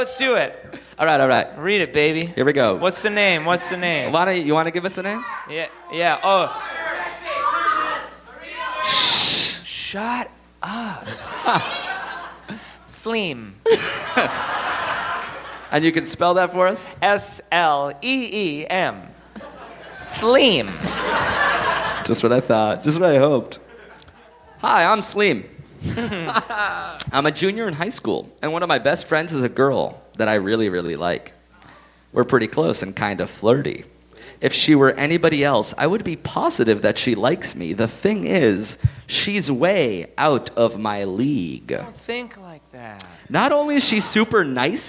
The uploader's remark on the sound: Live from Montreal!